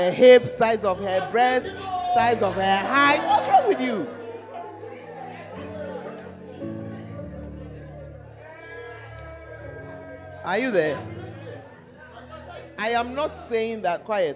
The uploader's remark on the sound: Preached at the Tuesday Service